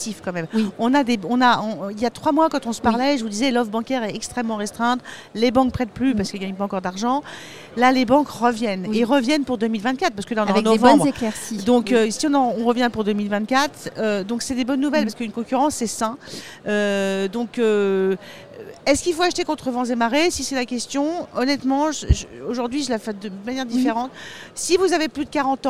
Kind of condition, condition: setting, busy venue